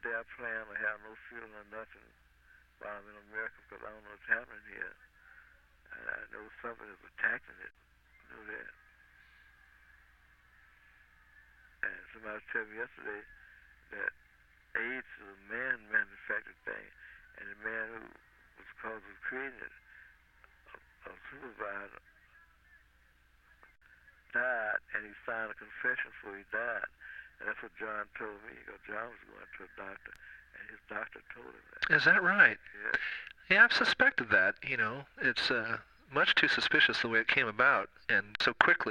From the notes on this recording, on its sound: Phone call